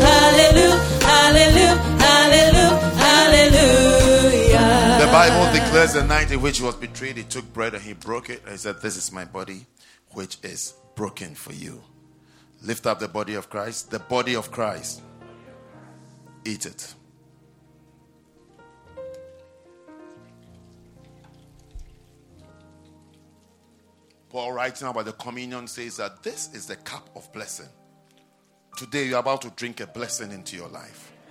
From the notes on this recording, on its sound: at the Lovely Voice Xperience - First Love Church, London